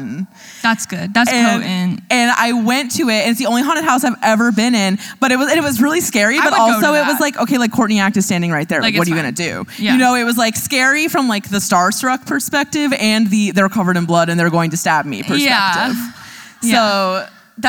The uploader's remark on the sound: our first-ever LIVE episode, recorded at the She Podcasts Live conference in Scottsdale, Arizona